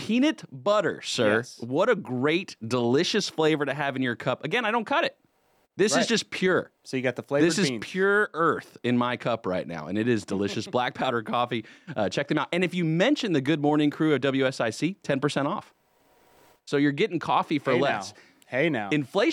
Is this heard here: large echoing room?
no